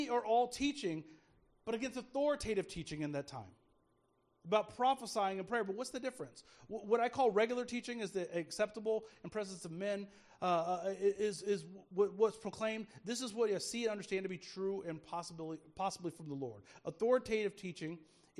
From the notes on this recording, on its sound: Speaking at Soma Community Church in Jefferson City, MO on Sunday Morning 18 February 2024.